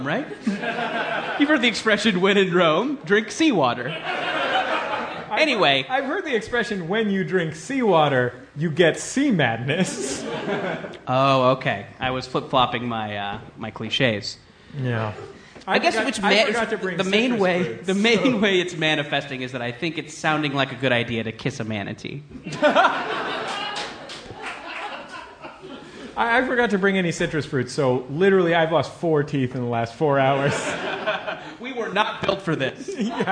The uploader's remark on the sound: Live on a Battleship. Recorded live on the USS Iowa.